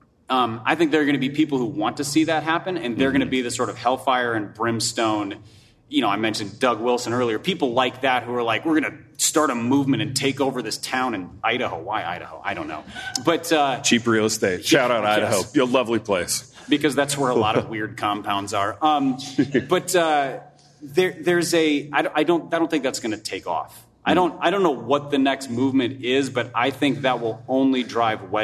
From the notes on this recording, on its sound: In this LIVE episode of the Happy Rant, recorded at the First Baptist Church of Hurst, Texas